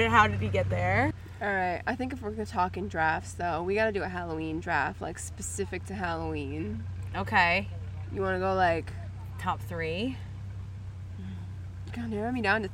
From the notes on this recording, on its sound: We did a live recording at our favorite apple orchard.